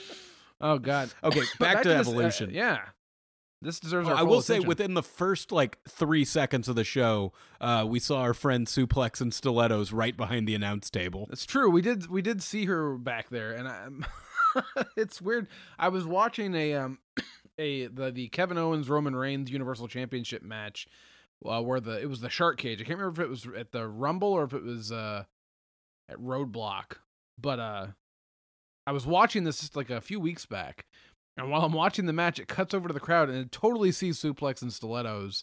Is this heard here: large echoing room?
no